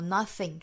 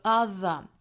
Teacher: th 这个字母组合了，第一个单词我们讲到 nothing 是清辅音 nothing，最后的这个 other 读浊辅音 other 口型是完全一样的，都是舌头伸出来，但是第一个单词这个 nothing 是清辅音，最后的这个 other 是浊辅音